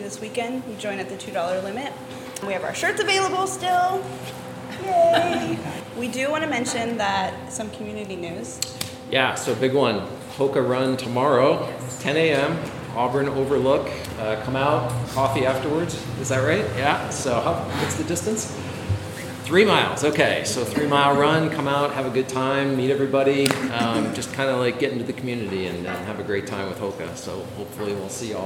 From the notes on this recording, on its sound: Live at the Auburn Aid Station. To have an in-person live podcast recording at the Auburn Aid Station store just two days before the Canyons Endurance Runs by UTMB race.